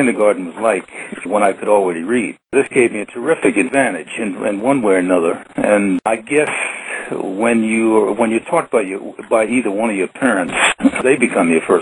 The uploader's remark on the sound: Agreed to be interviewed by telephone. Is being presented as a historical recording.